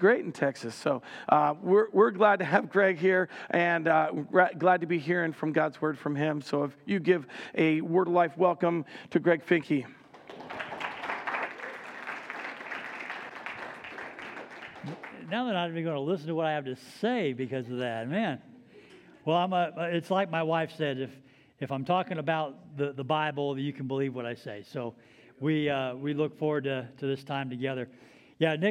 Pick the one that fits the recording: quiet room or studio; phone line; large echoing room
large echoing room